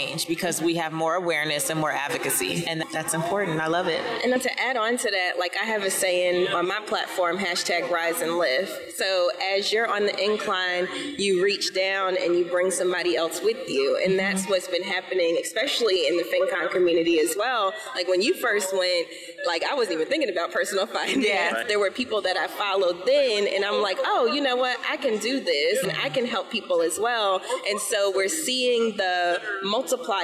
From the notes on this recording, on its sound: Coming to you live from FinCon 2022